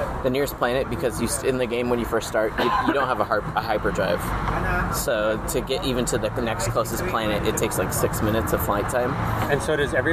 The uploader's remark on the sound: This week started as a dinercast and turned into an odyssey of outdoor noises, construction, parks, poop, cars